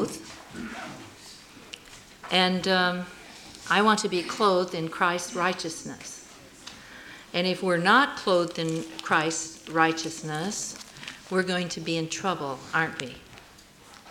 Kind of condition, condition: setting, live audience